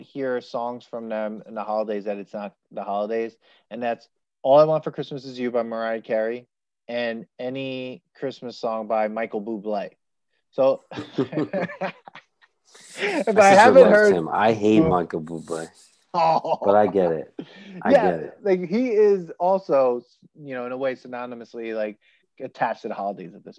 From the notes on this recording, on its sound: We recorded this on November 16th, 2020, on Zoom so there are some small sound discrepancies